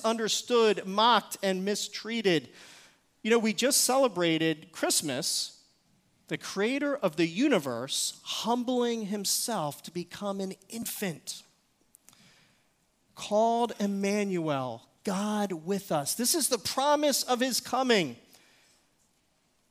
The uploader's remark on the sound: Recorded service from January 7, 2024.